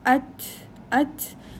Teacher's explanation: At we will do shidda and then hams here. That means you cut the sound of ta, the ta sound is cut but you continue the breath because ta is a hams letter